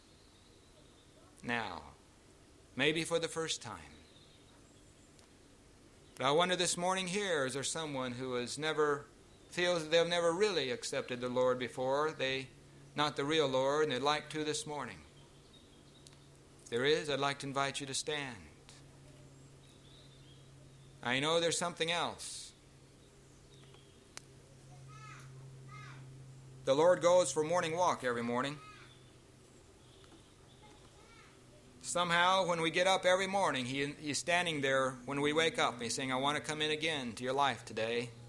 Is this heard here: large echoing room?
yes